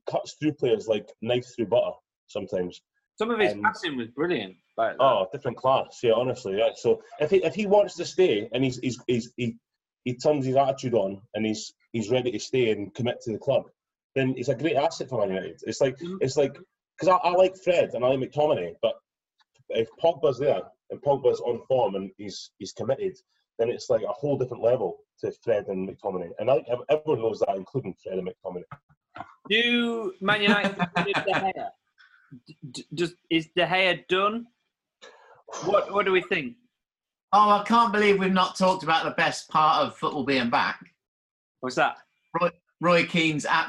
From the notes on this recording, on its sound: on their zoom pod